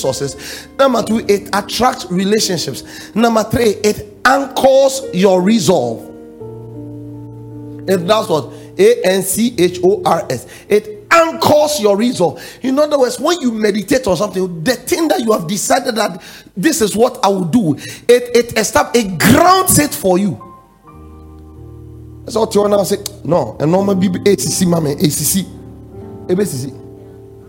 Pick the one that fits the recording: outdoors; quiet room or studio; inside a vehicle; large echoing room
large echoing room